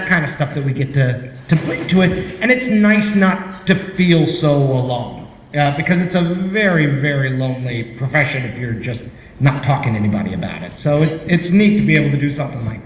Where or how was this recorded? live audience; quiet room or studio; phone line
live audience